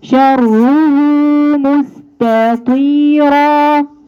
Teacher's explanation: ورققي التاء قبل الطاء